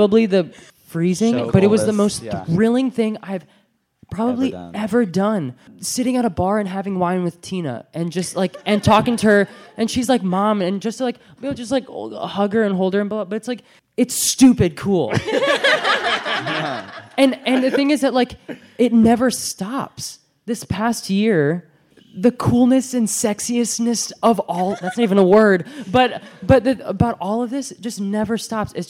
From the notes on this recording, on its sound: This quintet of triple threats sat down with us in front of a live audience at BroadwayCon 2019.